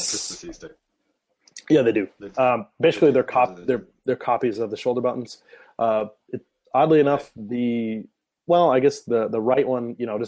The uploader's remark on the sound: Recorded live via Google Hang Outs On Air. Direct interactions during the broadcast!